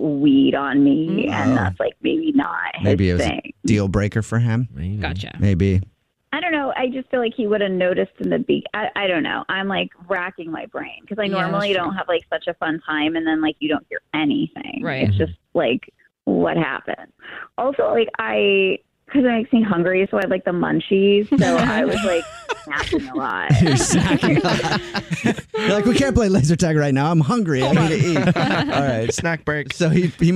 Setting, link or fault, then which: link, phone line